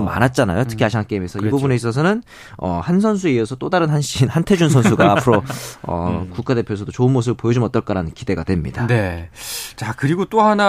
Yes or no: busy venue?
no